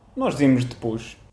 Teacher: Vocês também comem o i da palavra depois, por exemplo. Ah, pois, por exemplo, ou seja, o i depois nós dizemos depois.